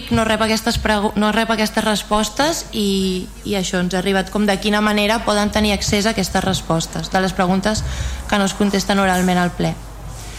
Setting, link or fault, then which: setting, large echoing room